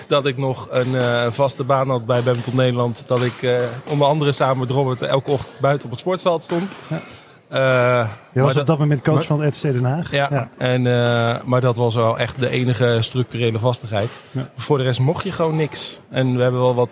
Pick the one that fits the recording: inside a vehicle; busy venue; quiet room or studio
busy venue